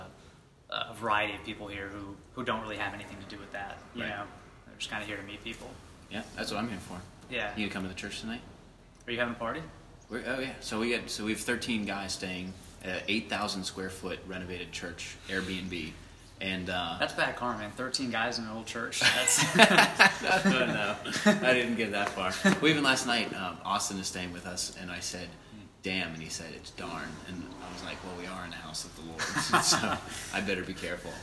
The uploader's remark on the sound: Live from Menfluential 2019